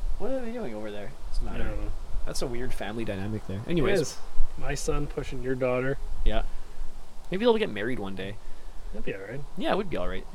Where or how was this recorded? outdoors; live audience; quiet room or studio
outdoors